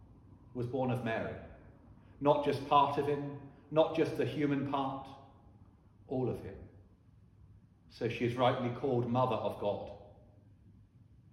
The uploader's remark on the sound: Sermon preached at Holy Trinity Church, Ystrad Mynach.